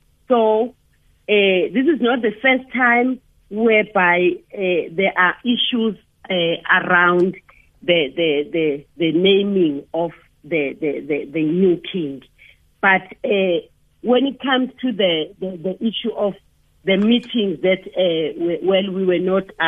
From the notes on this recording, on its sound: we are joined on the line